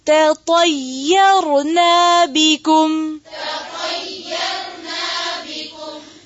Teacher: صرف طا کو موٹا کریں گے اور را کو، یا اور تا کو نہیں کریں گے